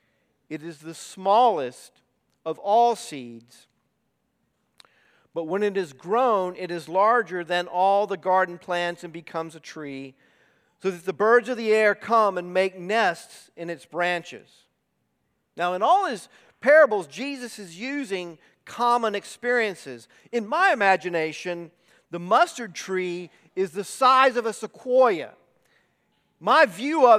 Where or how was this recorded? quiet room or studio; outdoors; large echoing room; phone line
large echoing room